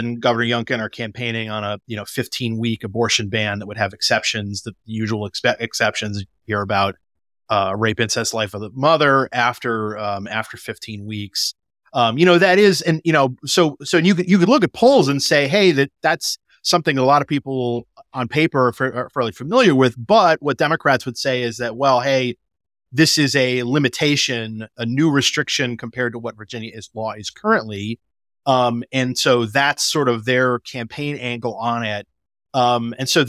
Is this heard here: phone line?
no